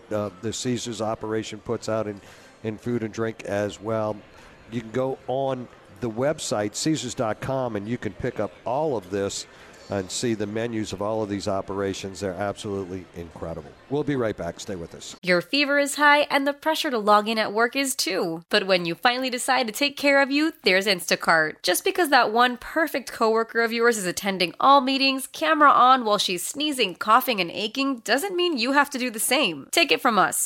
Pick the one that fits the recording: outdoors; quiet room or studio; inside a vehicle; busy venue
busy venue